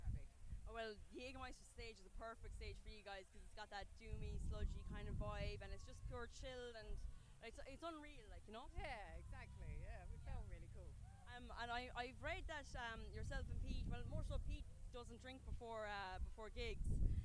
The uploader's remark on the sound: Bloodstock Open Air Festival 2021. With a hand held recorder. The other few thousand who attended. Apologies for the poor quality of sound in some interviews. Windy conditions and was not in a dedicated area to interview the bands.